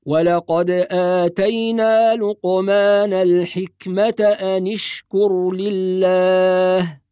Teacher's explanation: هناك أنواع أخرى من الضم ليس هذا مجال الحديث عنها، فطالما الحرف الثالث من الفعل مضموم ضم أصلي على القارئ أن يضم همزة الوصل إذا بدأ بها فيقول أشكر. وأما عند وصلها بما قبلها نكسر النون للتخلص من التقاء الساكنين